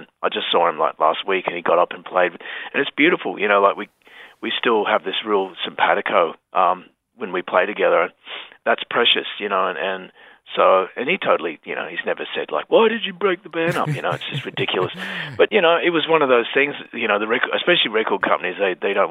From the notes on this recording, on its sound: jumped on the phone